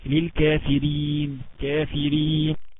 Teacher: الراء ترقق، ليه ترقق؟ لأنها مكسورة، لأنها مكسورة.